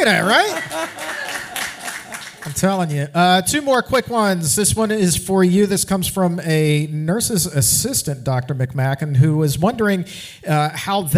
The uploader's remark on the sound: Exam Room LIVE in New York. The Exam Room LIVE hits the stage in New York!